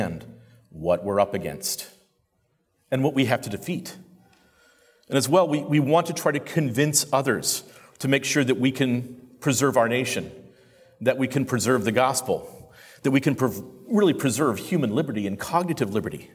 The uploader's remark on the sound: During my introductory address at the With Liberty and Justice for All conference